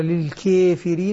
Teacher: يعني إمالة صغرى ليست إمالة كبرى، للكافرين وليست فتحا للكافرين، وإنما هي تقليل بين.